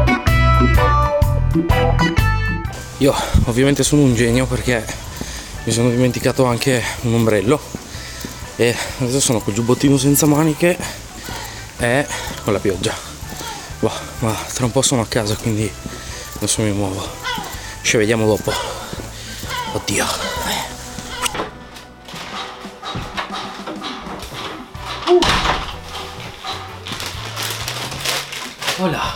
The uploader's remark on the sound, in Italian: Un podcast in cammino. Un podcast registrato in esterna con i rumori della città, non è il massimo ma, voglio sperimentare questo nuovo format cercando di farvi perceperire tutti i suoni che arrivano dall'ambiente.